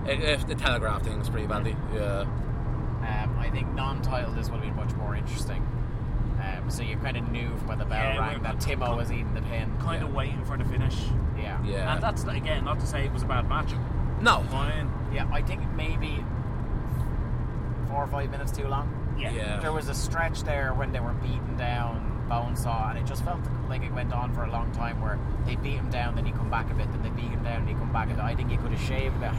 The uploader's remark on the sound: Recorded in a car somewhere in deepest darkest Monaghan.